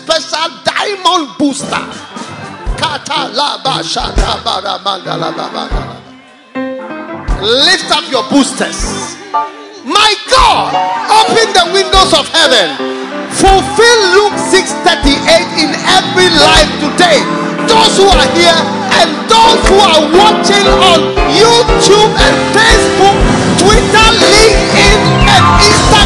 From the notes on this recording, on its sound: Preached at the Experience Service, First Love Church, Accra.